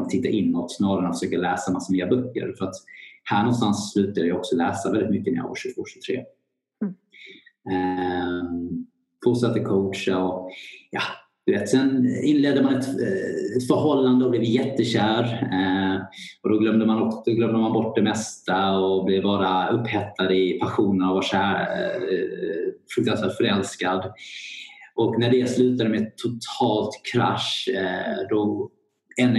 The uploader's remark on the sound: Her i samtale via en Skype call fra Sverige. Lyden bærer litt preg av avstanden.